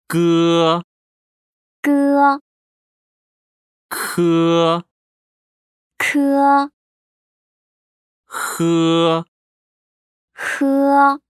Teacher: 혀뿌리를 입천장에 붙였다가 떼거나 가까이 대고 발음합니다.